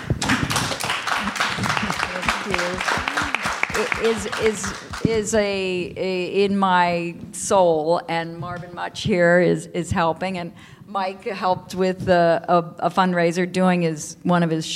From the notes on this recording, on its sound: Live Panel In San Francisco. Live audience panel discussion. This episode is filled with laughter.